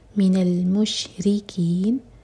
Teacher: رو کے نیچے کسرہ تو رو باریک